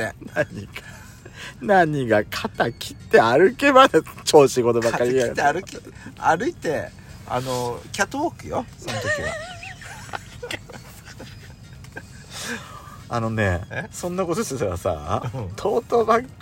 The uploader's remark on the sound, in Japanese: パーキング収録